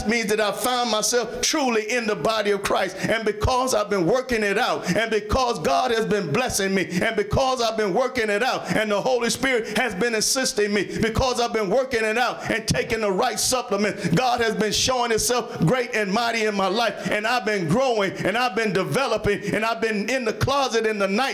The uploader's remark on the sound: Sermon preached from Wesley AME Zion Church